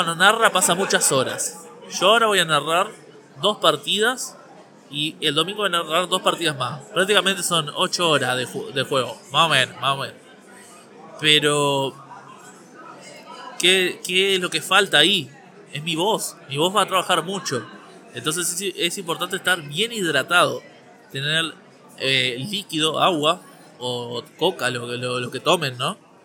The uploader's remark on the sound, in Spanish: Grabado desde el Montevideo Comics